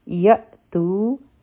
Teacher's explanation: همزه چې دی په دې سکون دی، جټکه به ورکو، تو حرفی مده دی.